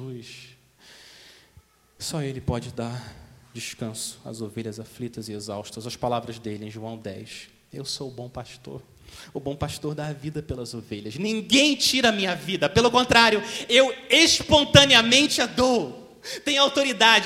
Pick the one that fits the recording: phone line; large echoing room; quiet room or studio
large echoing room